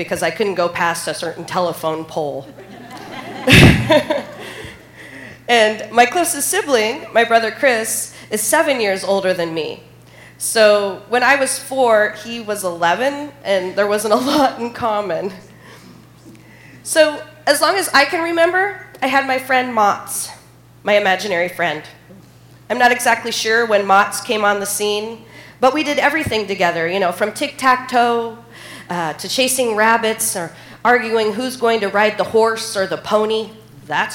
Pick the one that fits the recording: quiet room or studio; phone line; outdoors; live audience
live audience